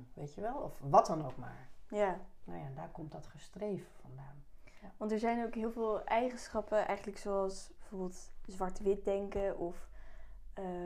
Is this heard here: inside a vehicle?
no